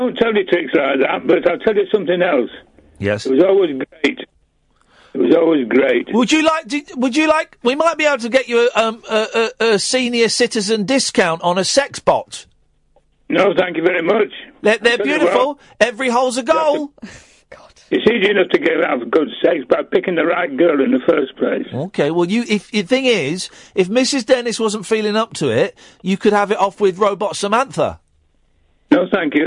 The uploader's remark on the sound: live on the phone